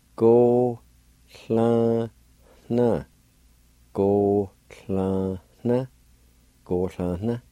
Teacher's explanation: the last part is a faint H sound right before the N